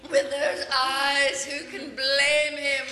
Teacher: some of the words, the syllables get drawn out, like the way you say eyes, blame, even teeth in this clip.